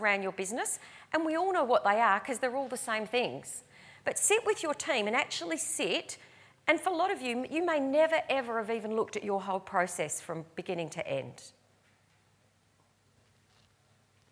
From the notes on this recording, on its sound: recorded live at REBar Camp 2018